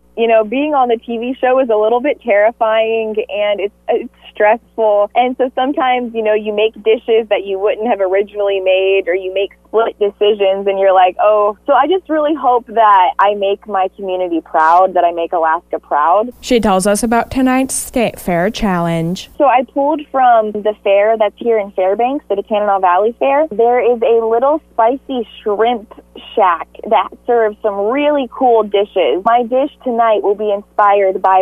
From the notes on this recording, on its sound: called into the KINY Morning show